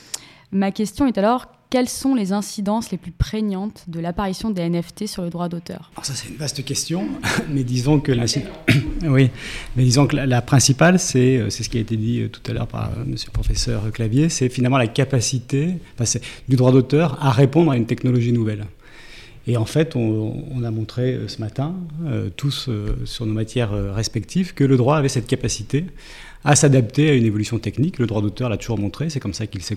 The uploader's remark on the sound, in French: Enregistré à l’occasion du colloque PI et Pop culture